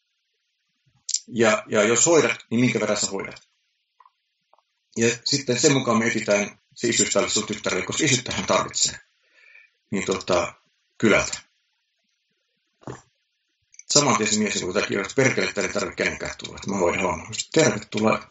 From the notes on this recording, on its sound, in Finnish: Nauhoitin podcastin ensikertaa Skypen välityksellä, ja ääni ei ole ihan niin selkeä kuin toivoin.